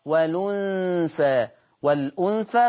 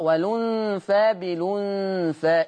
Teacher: يحذف الهمزة ويأخذ الحركة إلى الحرف الساكن قبلها فتقرأ والأنثى، والأنثى تقرأ والأنثى بالأنثى إلى آخره. · Term: النقل